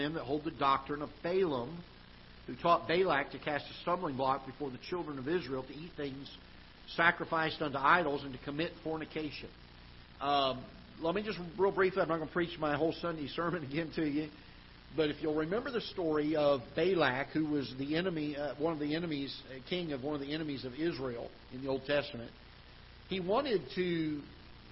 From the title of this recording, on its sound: Ketha Heights Baptist Church ~ Live Broadcast